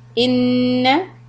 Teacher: hold nun shad, don't stretch the fatha